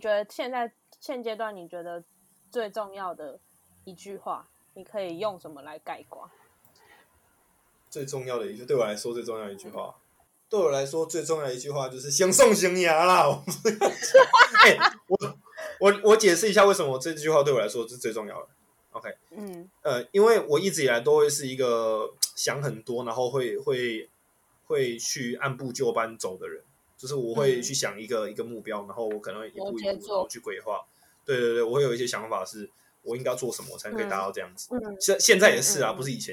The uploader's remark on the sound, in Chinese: 一樣採用遠端錄音和極度拙劣的剪輯能力，還請大家多包容音質和音量上的問題